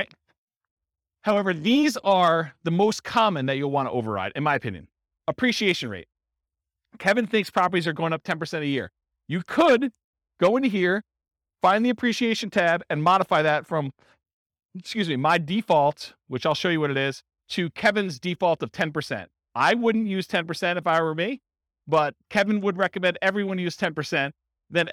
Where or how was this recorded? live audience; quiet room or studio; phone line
live audience